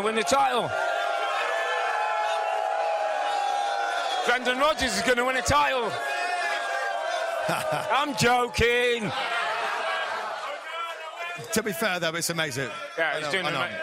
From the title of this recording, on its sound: Live from the Premier League Mornings Fan Fest in Austin!